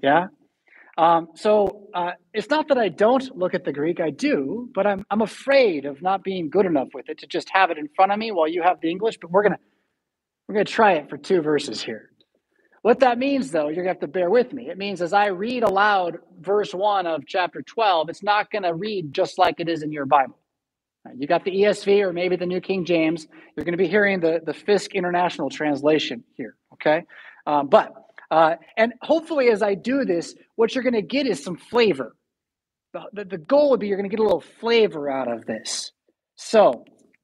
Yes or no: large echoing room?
yes